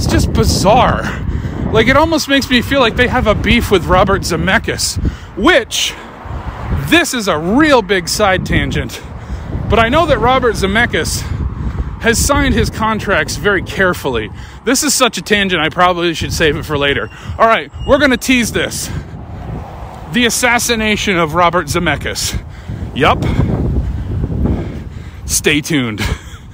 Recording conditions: inside a vehicle